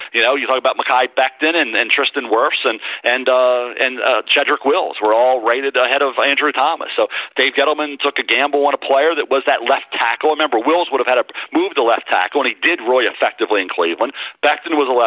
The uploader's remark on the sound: NFL Draft Conference Call